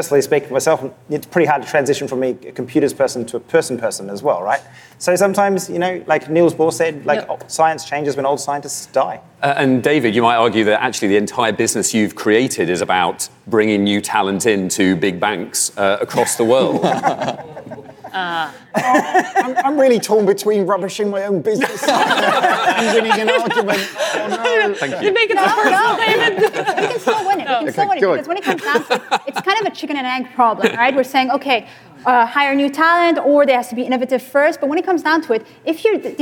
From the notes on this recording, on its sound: The F'in Debate - Live from Money20/20 Europe.